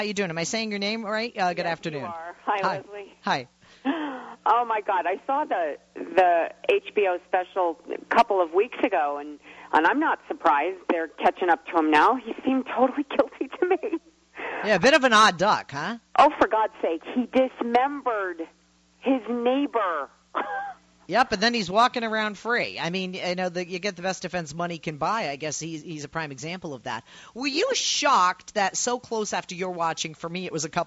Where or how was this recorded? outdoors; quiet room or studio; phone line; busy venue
phone line